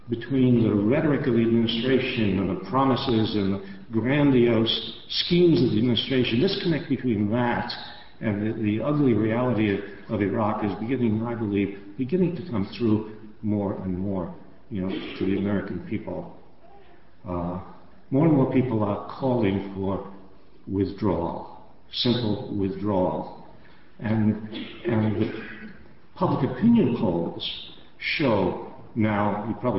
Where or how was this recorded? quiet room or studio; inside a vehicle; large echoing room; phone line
large echoing room